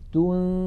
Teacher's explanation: تنذرهم، لاحظوا على الشاشة كلمة تنذرهم نون ساكنة بعدها ذال، ننتقل من التاء إلى مخرج الذال، ولكن لا ننطق ذالا بل ننطق من الأنف غنة